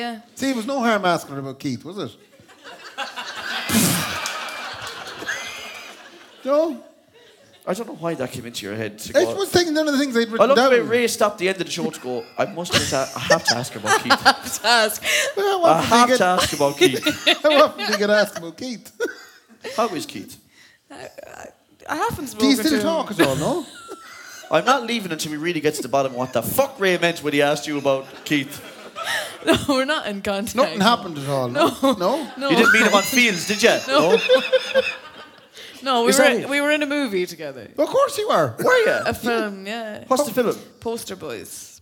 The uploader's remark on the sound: live at Andersons